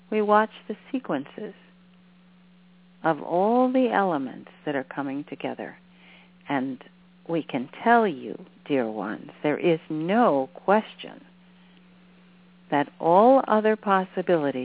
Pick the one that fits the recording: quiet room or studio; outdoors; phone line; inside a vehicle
phone line